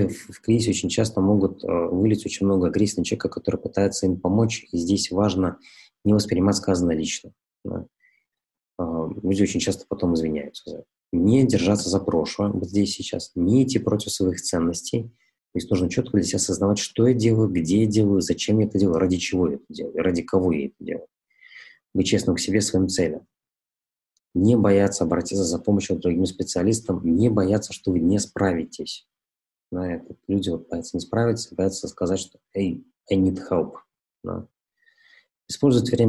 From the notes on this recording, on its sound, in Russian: Press Club Belarus, Stockholm School of Economics in Riga, Baltic Centre for Media Excellence провели этот вебинар.